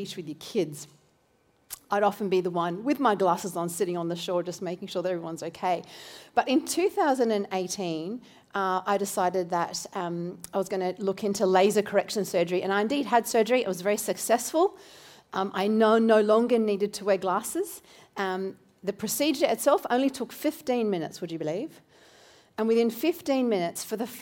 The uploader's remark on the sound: This recording is from Newlife Church: Robina, due to technical challenges in Brisbane.